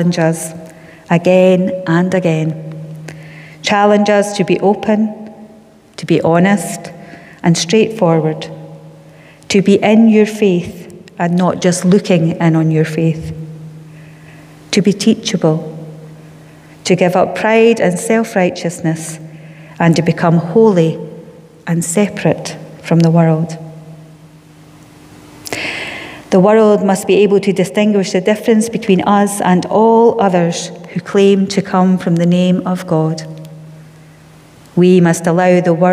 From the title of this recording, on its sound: Sunday Worship: 17 October 2021 (Live at the Old Kirk)